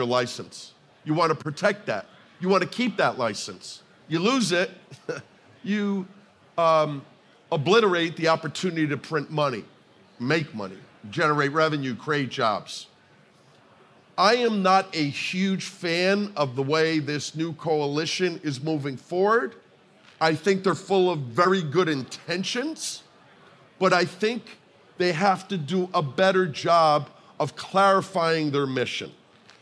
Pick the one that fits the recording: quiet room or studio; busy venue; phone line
busy venue